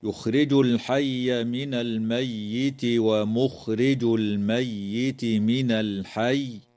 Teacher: تظهر لام التعريف في كلمة الحي في الموضعين